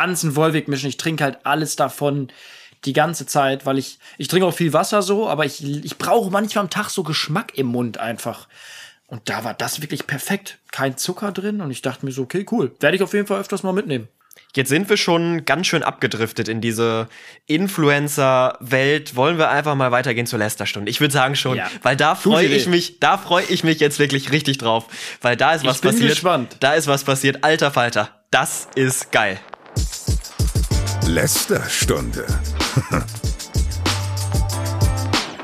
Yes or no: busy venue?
no